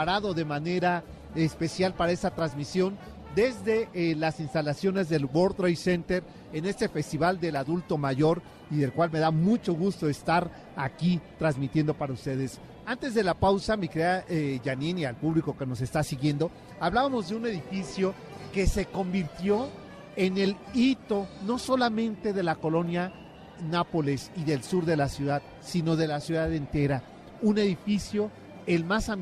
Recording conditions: busy venue